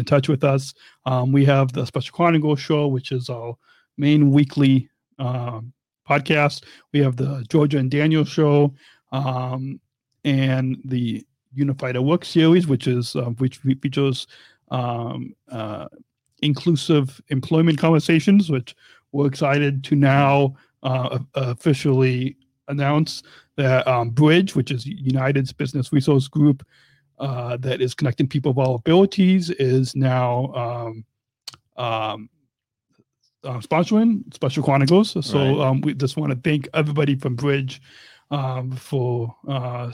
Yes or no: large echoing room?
no